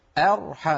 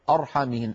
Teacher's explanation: من همزة مرققة إلى راء مفخمة · Shown in: first take · ولا نقول أبدا أرحمهن.